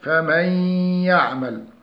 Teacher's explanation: النون الساكنة المضغمة في الياء فهي تخرج من الخيشوم وسط اللسان، أي تتردد بين مخرج النون والياء غير المادية، مثل فمن